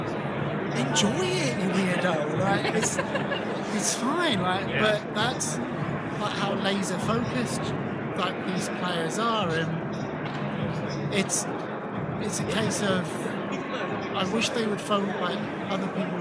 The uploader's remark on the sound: Live from the 2019 USC Convention